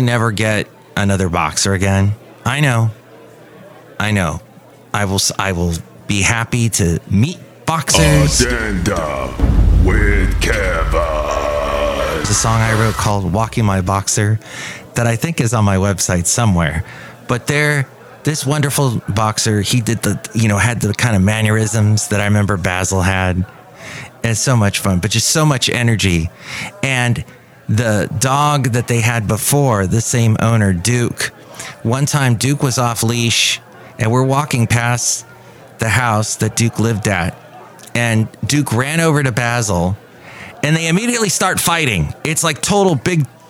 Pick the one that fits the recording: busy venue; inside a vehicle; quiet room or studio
busy venue